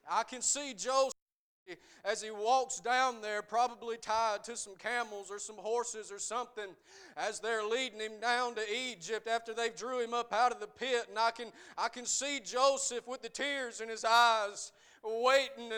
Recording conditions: large echoing room